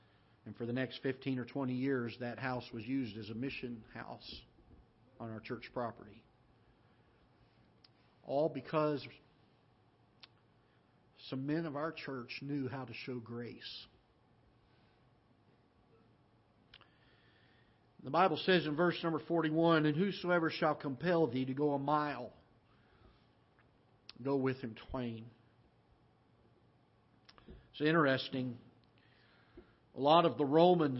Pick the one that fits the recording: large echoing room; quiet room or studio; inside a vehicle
large echoing room